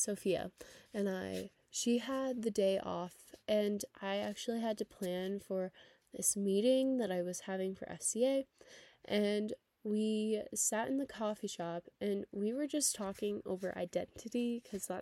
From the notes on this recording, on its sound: I apologize for any of the loud noises in the background, I am working on figuring out how to eliminate the sound of the heater as we get into the chillier months!